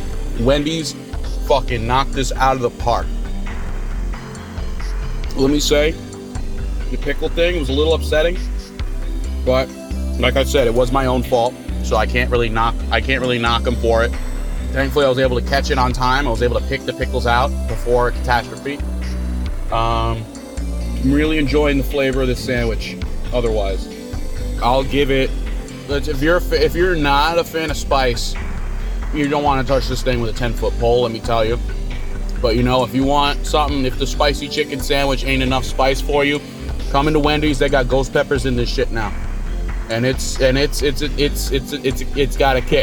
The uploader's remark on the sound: live from the Wendy's drive-through